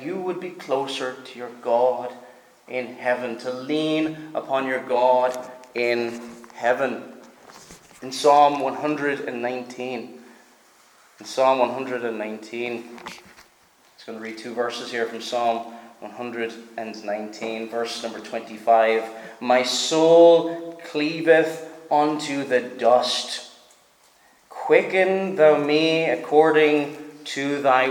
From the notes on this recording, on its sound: Preached at Stornoway Free Church -Continuing